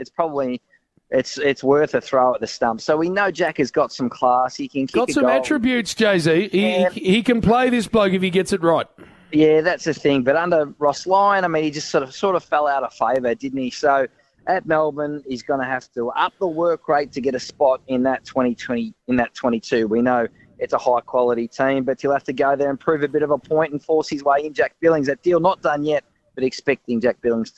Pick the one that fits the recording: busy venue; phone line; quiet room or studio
busy venue